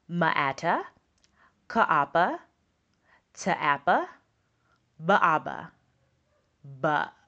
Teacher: So, what all of these have in common is that it's doing what we call adding a schwa to the sounds, the letter sounds